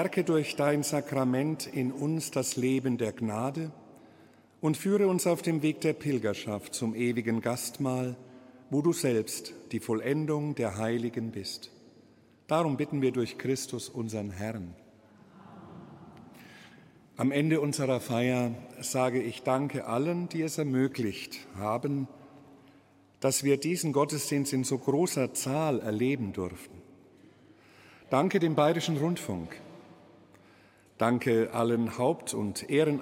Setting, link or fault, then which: setting, large echoing room